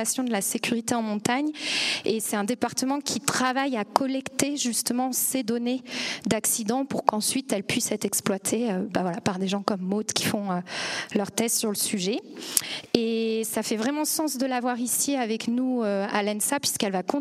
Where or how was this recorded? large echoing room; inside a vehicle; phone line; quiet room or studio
large echoing room